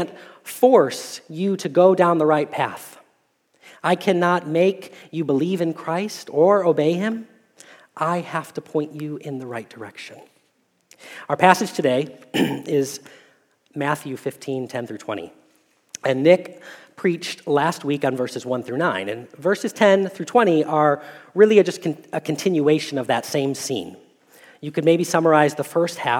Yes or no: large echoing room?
yes